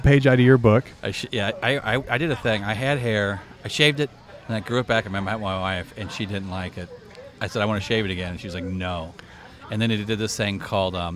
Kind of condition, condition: setting, busy venue